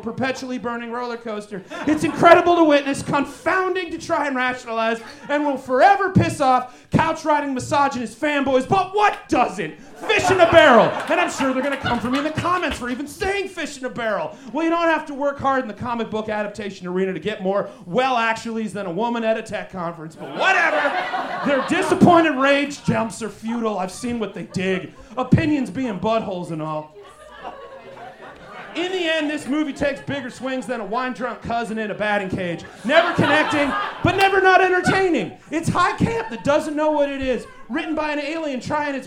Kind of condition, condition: setting, busy venue